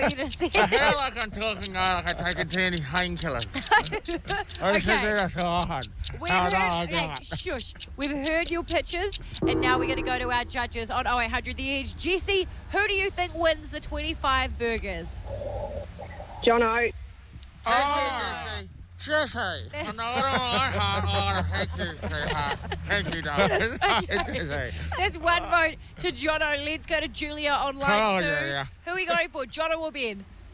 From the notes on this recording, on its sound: we're live from a billboard